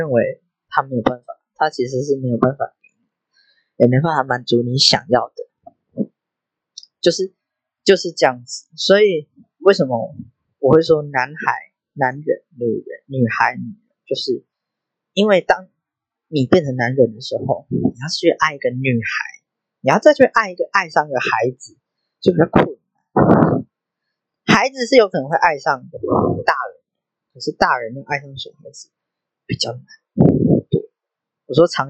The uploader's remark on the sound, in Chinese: 我還在學習要怎麼剪輯跟降噪和錄音，第二支一定會好很多。另外因為我講話有一點慢所以有調整速度。